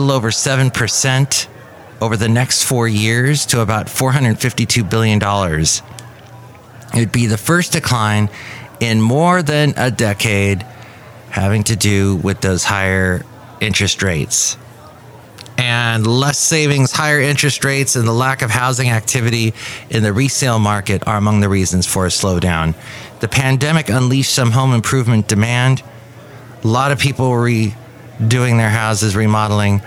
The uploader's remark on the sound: podcasts live from Café Anyway